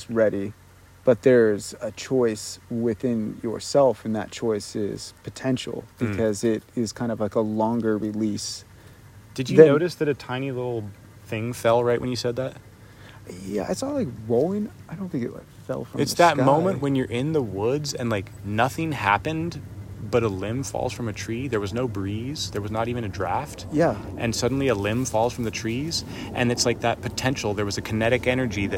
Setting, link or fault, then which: setting, outdoors